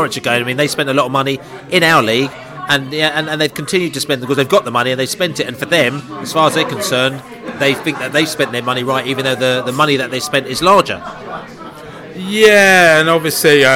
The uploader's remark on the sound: Leeds Celebratory Pre-Bolton Podcast from The Pub.